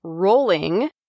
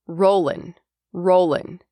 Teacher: sometimes you'll hear native speakers drop the G at the end of ing words · Shown in: second take · So instead of saying rolling, you may hear rollin', rollin'.